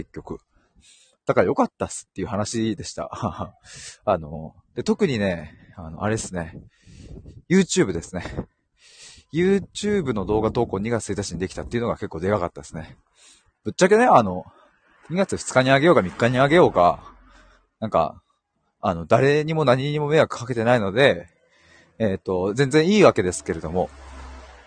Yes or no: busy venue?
no